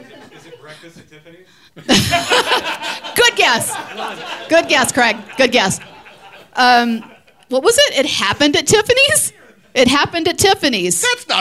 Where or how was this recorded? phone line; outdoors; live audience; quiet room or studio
live audience